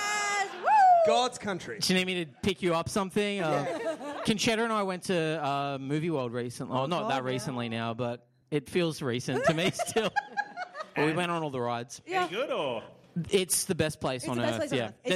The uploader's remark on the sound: Recorded live at Improv Theatre Sydney in Redfern. As well as to the incredible audience.